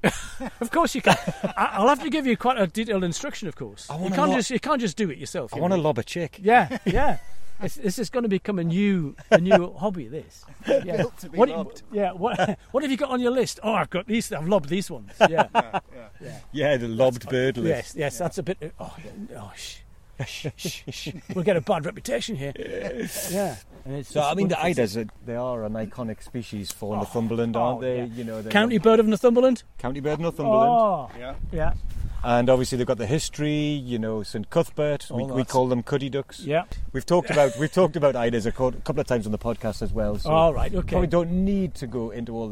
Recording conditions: outdoors